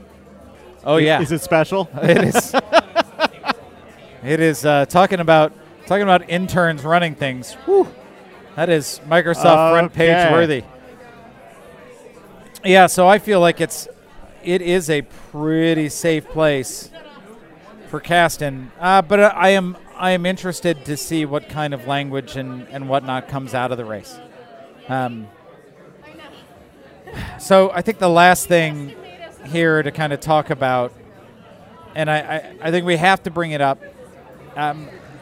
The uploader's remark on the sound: Recorded at Half Acre on Lincoln Avenue and Begyle Brewing!